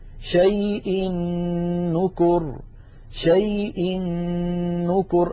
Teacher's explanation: مثال التنوين، شيء نكر، شيء نكر. أيضا أدغم التنوين في النون من نكر فصارا نونا واحدة مشددة لذلك شددت النون من نكر.